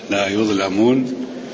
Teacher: اللام هنا لا يظلمون لا تفخمها